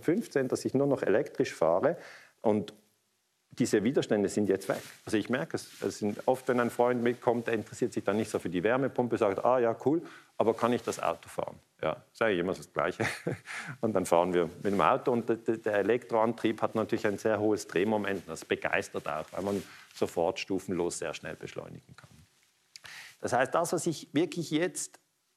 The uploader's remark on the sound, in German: Am eco2friendly Day im Kultur- und Kongresszentrum Luzern einen Vortrag zum Thema Erdöl gehalten.